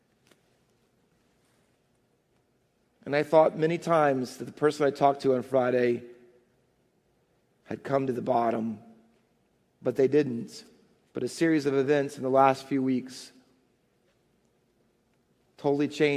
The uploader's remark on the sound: Faith Baptist Church in Hamilton, NJ.